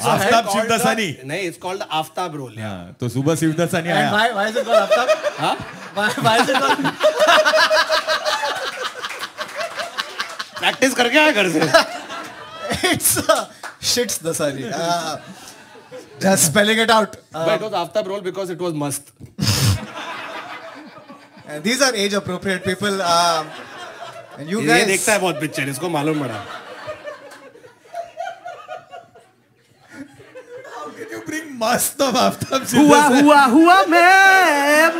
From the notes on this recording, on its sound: This is our second live show.